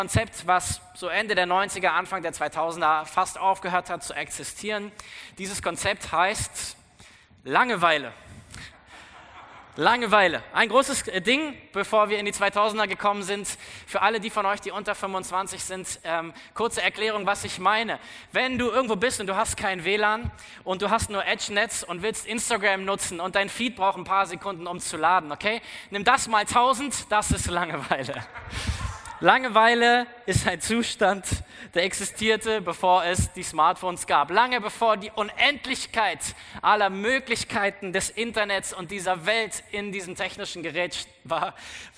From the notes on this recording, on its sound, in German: aus unserem Gottesdienst am 14.